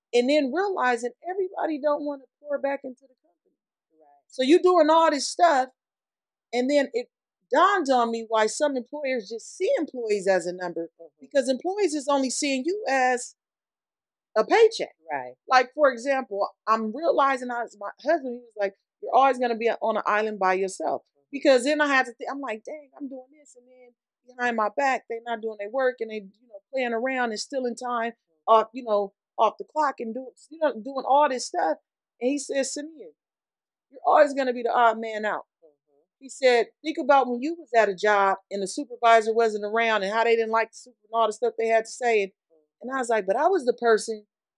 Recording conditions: poor sound quality